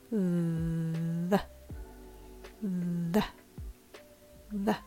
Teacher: Once you can make this sound, release your tongue and make a very light uh sound